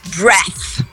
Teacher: É escrito parecido, só tem um Ezinho no final no verbo, mas mudou a pronúncia completamente. Agora, a fricativa interdental não vibra as cordas vocais.